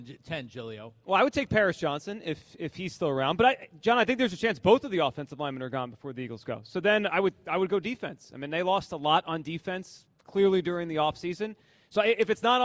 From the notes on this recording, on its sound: broadcast live from the Linc.